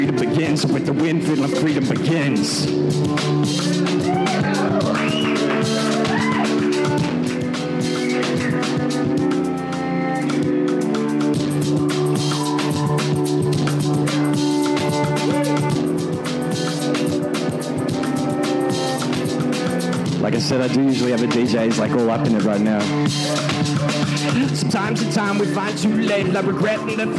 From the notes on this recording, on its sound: Hares and Hyenas Bookstore in Fitzroy Melbourne. A selection of rap, hip hop and spoken word poetry recorded live at the Hare Hole.